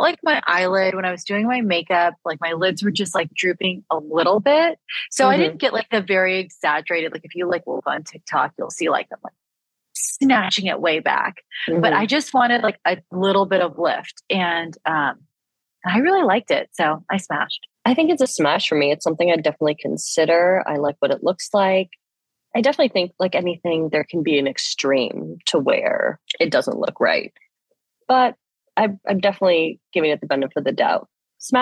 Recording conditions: video call